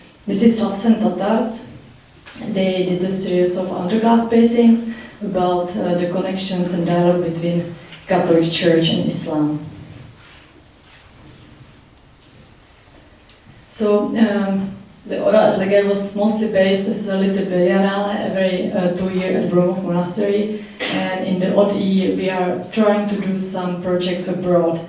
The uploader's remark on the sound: Recorded at the Czech Embassy Cinema in London